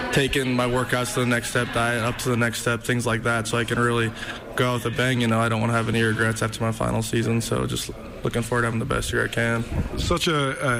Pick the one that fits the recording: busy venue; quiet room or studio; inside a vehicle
busy venue